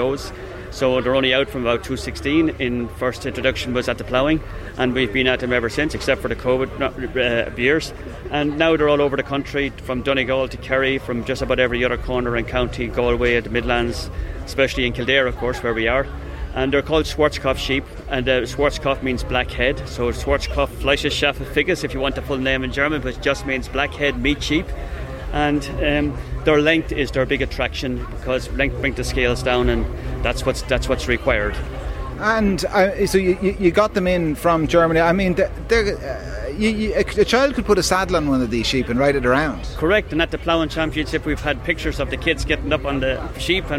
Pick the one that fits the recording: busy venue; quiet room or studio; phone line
busy venue